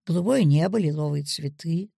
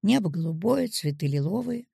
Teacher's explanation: Выделяется ударением прилагательное, стоящее после существительного. · Shown in: second take